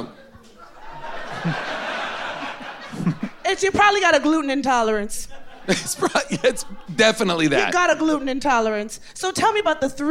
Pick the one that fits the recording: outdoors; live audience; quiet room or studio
live audience